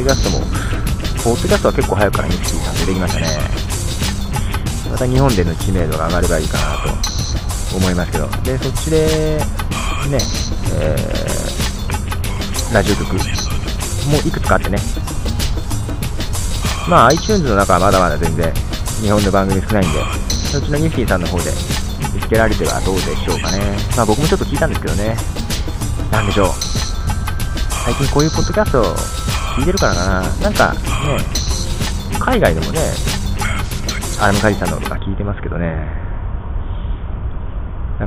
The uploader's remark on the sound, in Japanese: 愛知県を走るリニアモーターカー「 Linimo（リニモ） 」に乗りました。その様子を音を録ってみたんですが、なかなか人前でiPodに録音するのが難しい上に、リニアモーターカーも思いのほか静かで、とても臨場感のないリニアモーターカー乗車レポートになってしまいました。